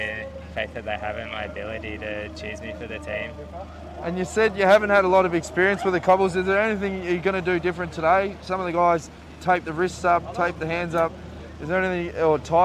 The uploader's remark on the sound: Live from stage 5 at the Tour de France!